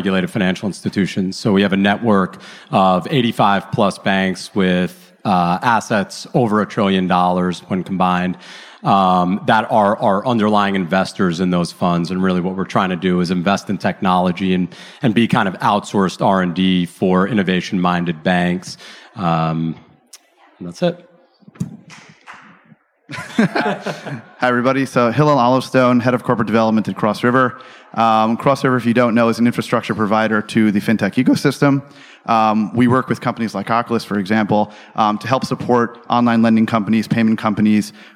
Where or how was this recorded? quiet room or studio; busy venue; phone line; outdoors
busy venue